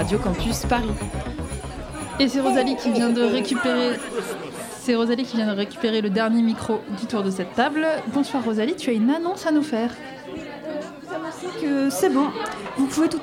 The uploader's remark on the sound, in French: En direct depuis le Barbier de Bastille.